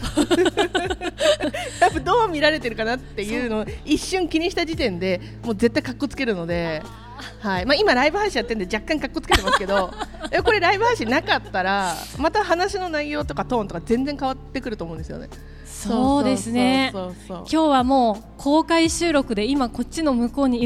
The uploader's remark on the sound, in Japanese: 沼津市大手町の仲店商店街にある旧マルサン書店前にて公開収録をさせていただきました。